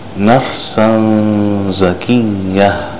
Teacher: Another example of the ikhfa of the tanween in the Zayin is nafsan zakiyah. See how the tanween in the word nafsan, the noon sound, is hidden in the letter Zayin afterwards.